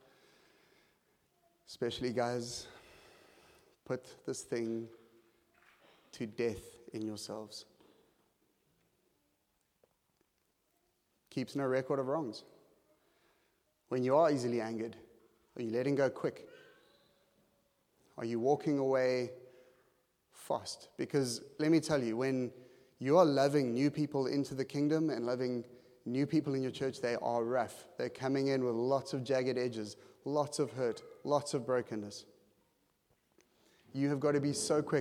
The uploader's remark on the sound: at Joshua Generation Church Milnerton congregation